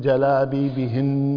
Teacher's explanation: فالنون المشددة والميم المشددة تعطيها غنة بمقدار حركتين